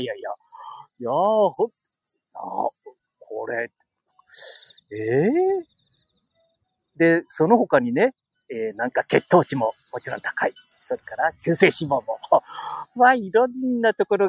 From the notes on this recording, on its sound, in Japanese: 街さんぽ LIVE。